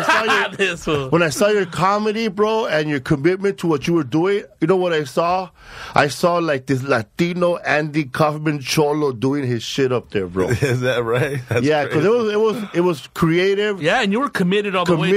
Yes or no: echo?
no